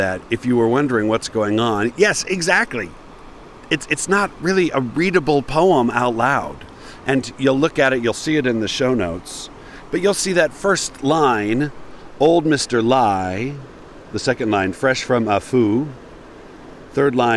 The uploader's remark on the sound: Recorded on the shore of the Virgin River in northern Arizona, at the edge of the Mojave Desert. I was sitting on a big, jutting chunk of red sandstone, surrounded by Joshua trees and cacti.